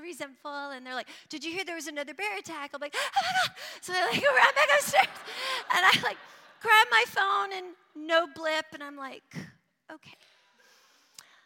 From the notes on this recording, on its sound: Live at The Old Church Concert Hall in Portland, OR. Of Portland Story Theater.